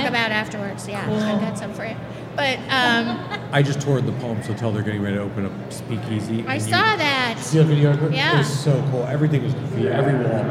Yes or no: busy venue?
yes